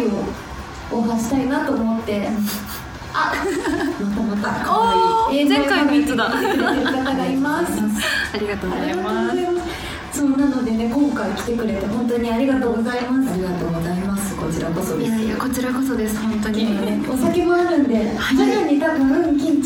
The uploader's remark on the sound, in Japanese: 番組初の公開収録が開催されました！